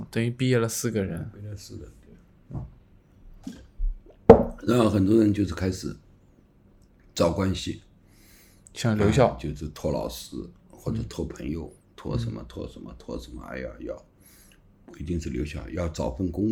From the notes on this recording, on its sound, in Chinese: 本期录制时环境比较嘈杂